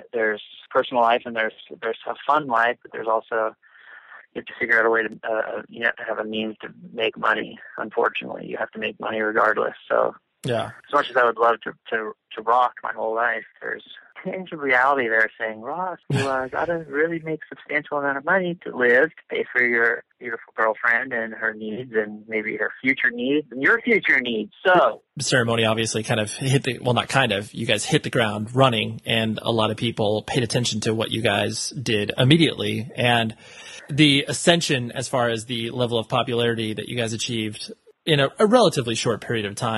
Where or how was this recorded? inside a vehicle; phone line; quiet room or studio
phone line